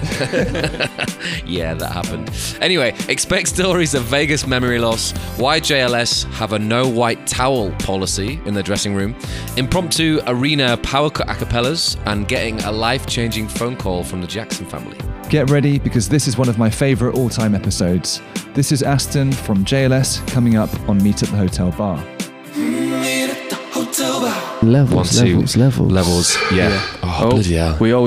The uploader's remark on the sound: in a hotel bar in central London